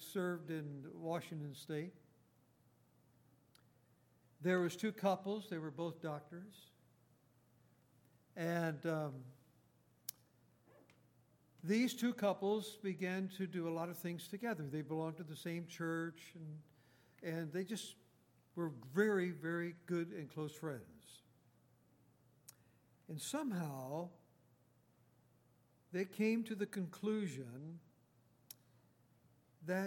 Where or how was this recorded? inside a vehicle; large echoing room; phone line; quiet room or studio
large echoing room